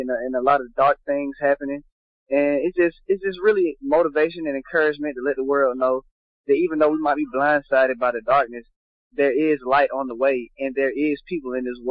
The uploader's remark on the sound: On the phone w/ the cast